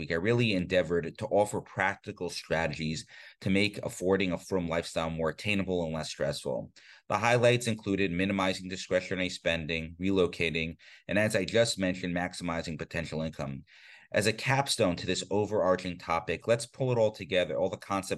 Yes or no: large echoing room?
no